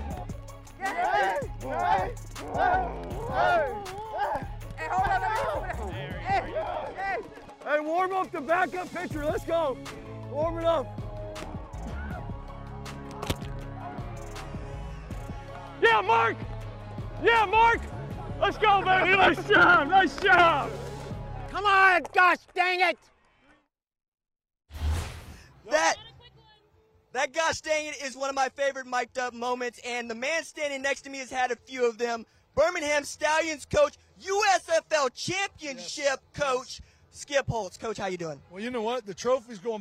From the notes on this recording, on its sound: LIVE on the field in Canton, Ohio